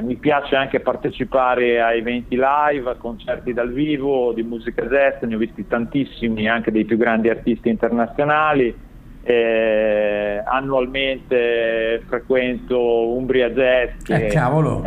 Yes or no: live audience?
no